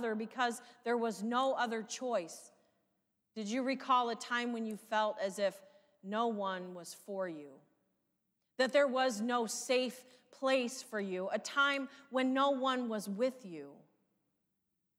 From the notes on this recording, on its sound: Sermon from live worship service at St. Paul's UMC Tiffin Ohio.